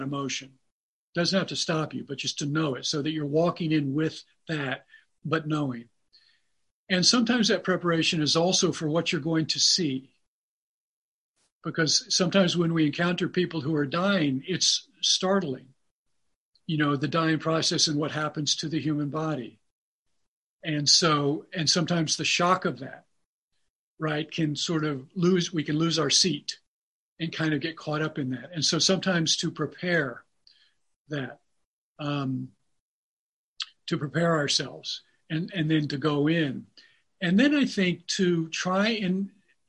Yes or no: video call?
yes